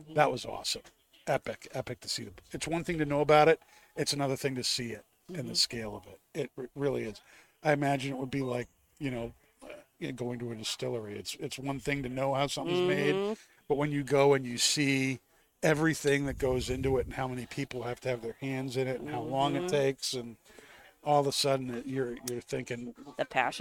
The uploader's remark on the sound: Recorded live from the 7-20-4 Lounge!